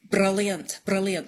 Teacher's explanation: tip of the tongue on the gum ridge bouncing off. So it's like a rolled R, but it's like one instead of many, many all in a row, if you know what I mean. · Term: tapped R